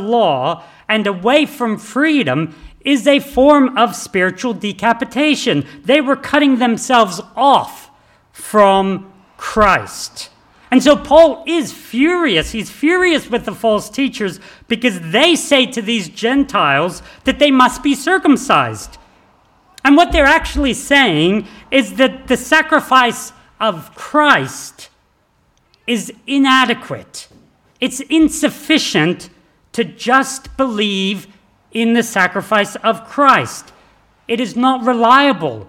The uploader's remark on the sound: This sermon was preached on the 10th of December 2023 at all services of Helensburgh and Stanwell Park Anglican Church